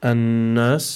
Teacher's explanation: we have noon mushaddada, so we must apply the ghunna over here.